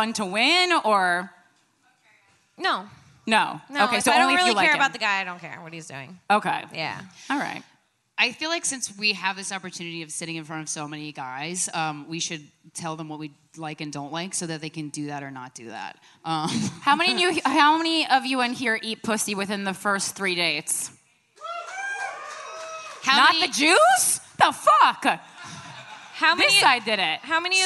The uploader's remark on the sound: live from Skankfest South in Houston, Texas.